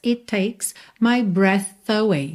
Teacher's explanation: o T de it, já junta no T de takes